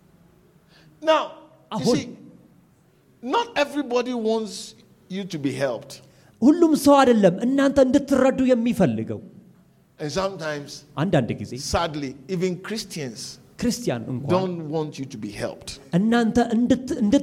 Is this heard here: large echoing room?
yes